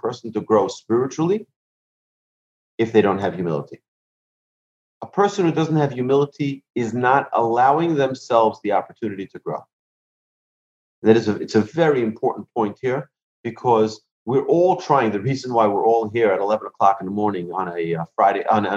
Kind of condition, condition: link, video call